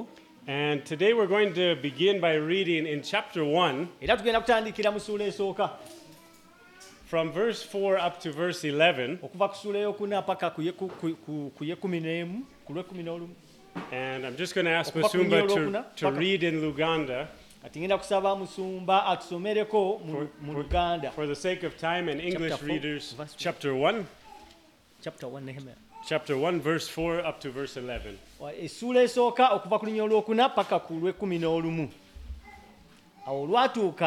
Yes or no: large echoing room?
yes